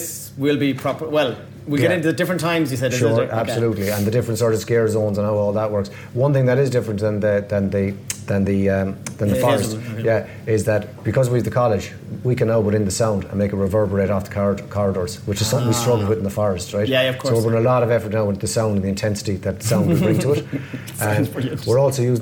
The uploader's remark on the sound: This episode was recorded in Lillies Cocktail Bar, Sligo